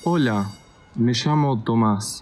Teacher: one of the characteristics of Argentinian Spanish is to pronounce words like llamo and yo with the kind of sh sound